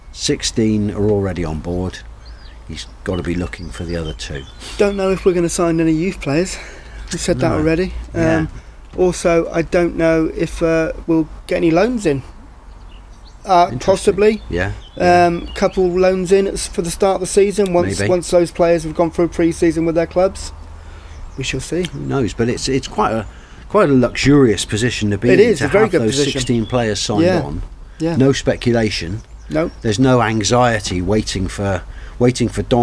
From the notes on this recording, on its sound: A Slow Chat in the Garden. The birds enjoyed listening to the two old men talking their way through the issues of the day while drinking coffee in a sunny garden. Enjoy the sound of two old men sitting in a Paignton garden talking about football.